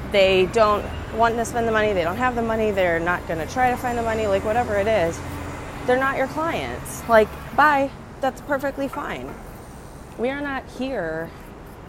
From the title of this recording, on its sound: Walk and Talk